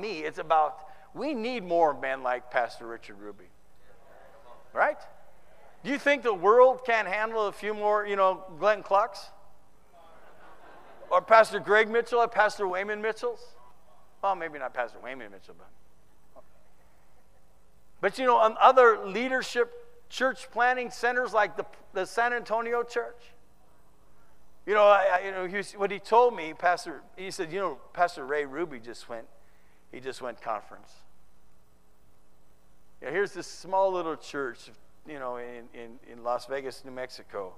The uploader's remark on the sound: Preached in the 2013 San Antonio TX Conference